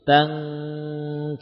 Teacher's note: Nah, pada contoh yang terakhir, nun bertemu kaf, maka suara nun yang samar ini utuh menjadi gunnah yang sempurna dan utuh pada hidung, ya. Tidak lagi ada sisa suara yang di mulut.